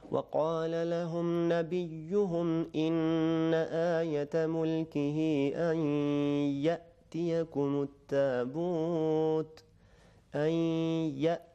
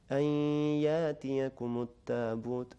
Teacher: یہاں پہ ہماری آواز جدا ہو جانی چاہیے چونکہ حمزہ سائلنٹ آ گیا ہے، اس سے پہلے ہماری آواز بالکل جدا ہو جائے، بالکل کٹ جانی چاہیے. یہاں پہ اگر ہم آواز کو جدا نہیں کریں گے تو یہ ہمارا حمزہ الف میں بدل جائے گا · Shown in: second take · جیسے انہوں نے تلاوت فرمائی ہے ایاتیکم التابوت، یہ غلط ہے.